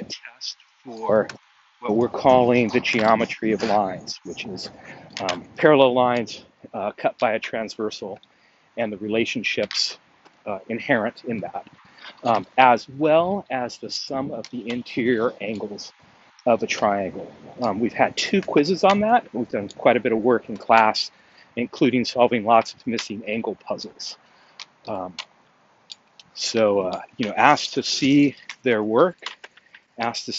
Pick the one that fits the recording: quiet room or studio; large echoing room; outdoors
outdoors